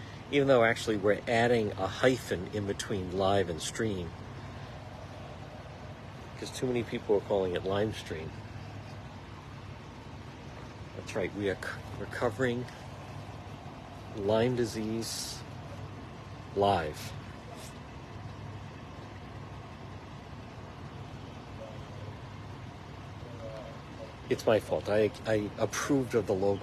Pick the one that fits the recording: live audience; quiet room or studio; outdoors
outdoors